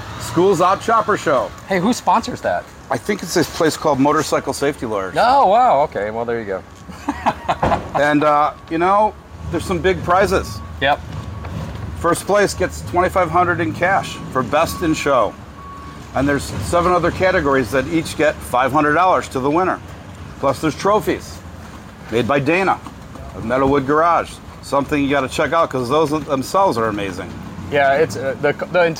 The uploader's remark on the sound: LIVE at MOTOBLOT 2023